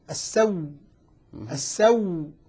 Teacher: إبدال الهمزة واو وإدغام الواو فيها فصارت واو مشددة